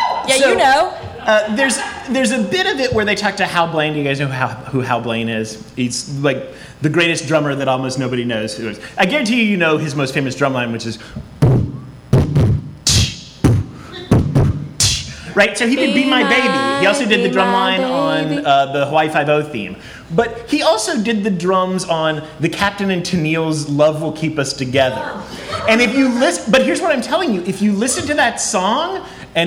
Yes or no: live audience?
yes